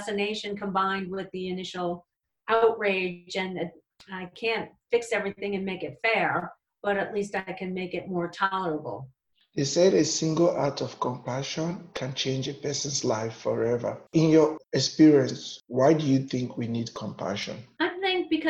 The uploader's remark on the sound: Recorded at my home studio and Interview was conducted with Zoom technology.